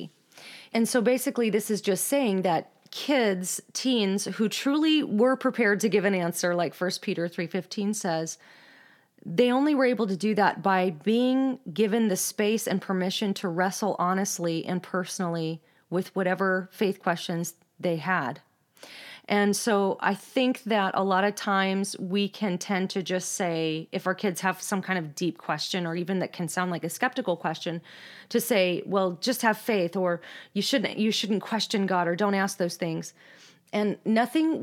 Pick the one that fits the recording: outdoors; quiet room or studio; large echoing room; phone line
quiet room or studio